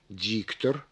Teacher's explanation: произнося слово «диктор», мы выделяем первый слог некоторым усилением, замедлением и понижением голоса